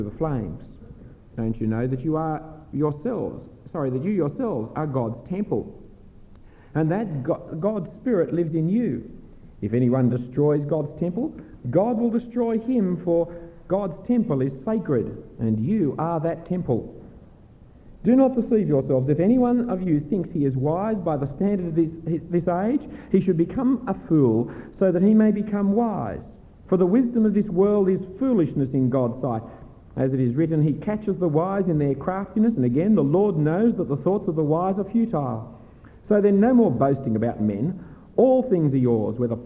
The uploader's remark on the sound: given at an AFES 2015 Conference on Evangelism for university students